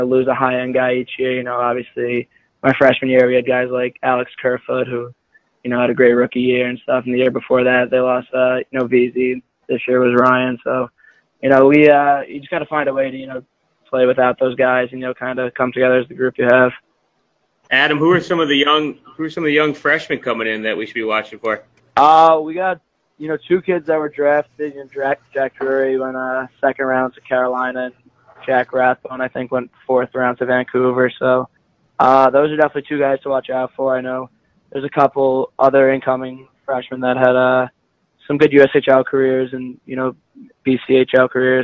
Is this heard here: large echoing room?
no